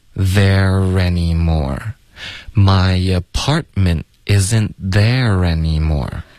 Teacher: there 跟 any 要连读 there any 有一个 r 的音连读到 any 的 a